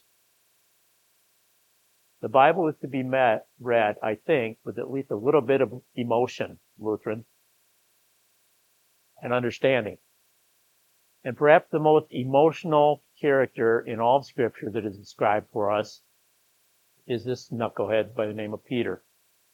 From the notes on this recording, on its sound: was preached at Grace of God Lutheran on August 13, 2023